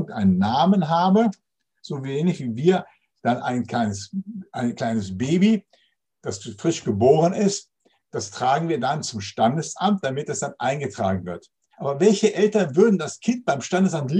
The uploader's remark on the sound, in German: Zoom - Gottesdienst.